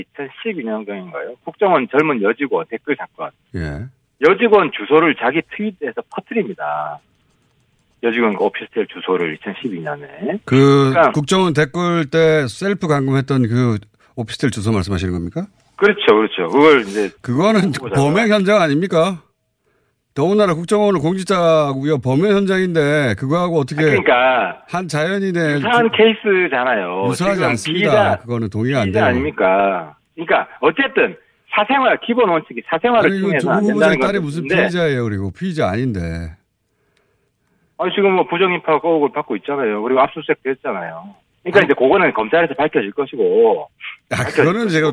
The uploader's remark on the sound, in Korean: 전화연결